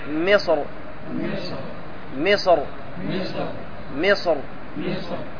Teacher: في حالة الوقف الأفضل والأشهر أنك تعطيها تفخيم فتقول مصر لأن الصاد هنا حصين من حروف الاستعلاء